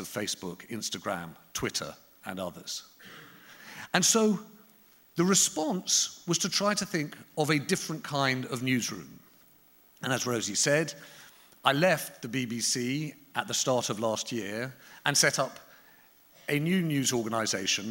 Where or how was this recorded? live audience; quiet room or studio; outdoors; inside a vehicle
live audience